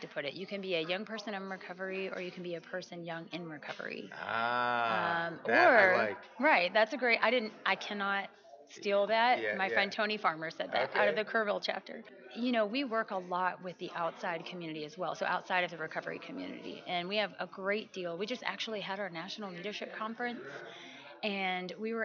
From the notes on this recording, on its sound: At the 2015 TAAP Conference on Addiction Studies in San Antonio, TX.